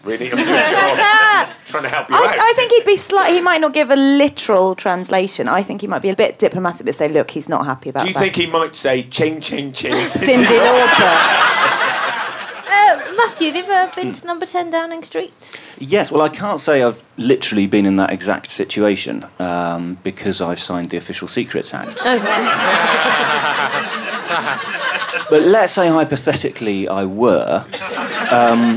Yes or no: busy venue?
yes